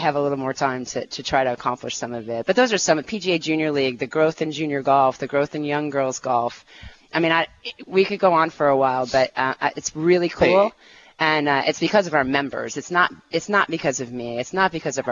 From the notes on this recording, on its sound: broadcasts live from the PGA Merchandise Show in Orlando, FL.